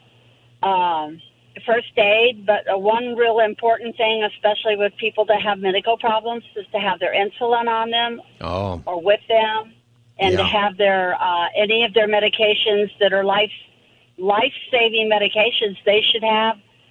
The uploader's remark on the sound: It's also Open Phone Friday and listeners are calling in on any topic.